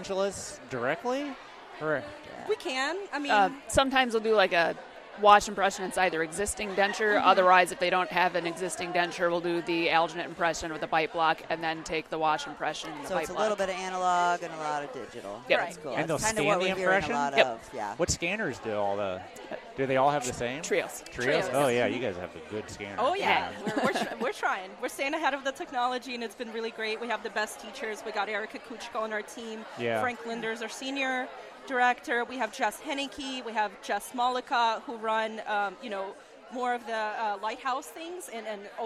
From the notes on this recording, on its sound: A collection of "Speed Recordings" we got during the "Speed Dating" at the Ladies of the Mill Summit. This week we bring you a collection of "Speed Recordings" we got during the "Speed Dating" at the Ladies of the Mill Summit .